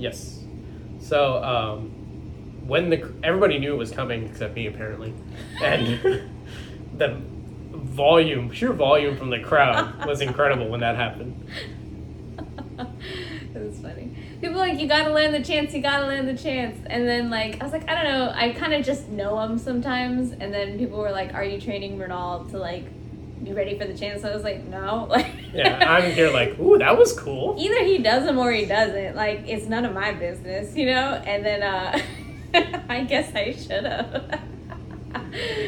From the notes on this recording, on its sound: We had some issues with the microphone audio and had to use camera audio